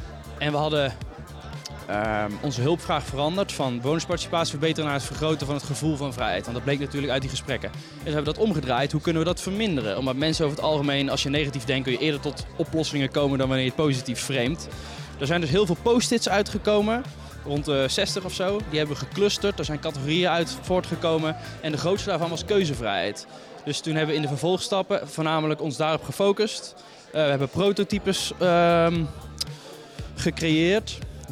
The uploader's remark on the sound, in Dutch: Opgenomen tijdens het symposium Tech, Innovation and Design in Health op 29 juni 2023.